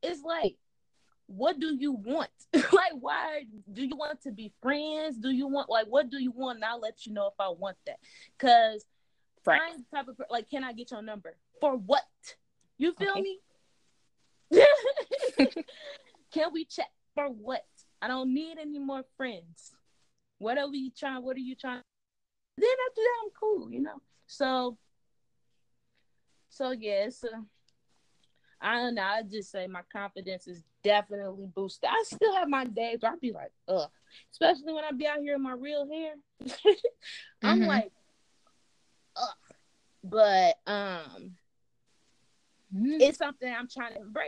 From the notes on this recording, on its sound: EXCUSE THE AUDIO ISSUES